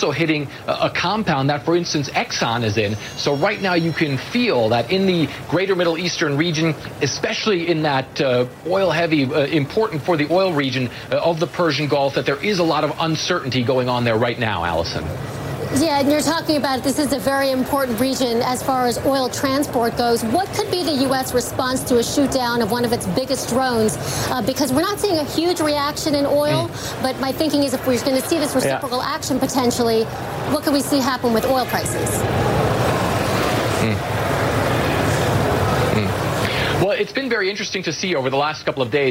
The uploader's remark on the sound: live from the New York Stock Exchange